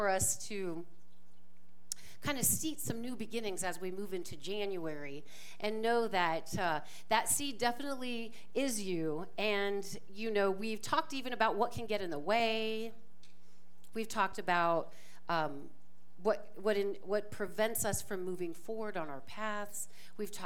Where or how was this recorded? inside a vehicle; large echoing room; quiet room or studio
large echoing room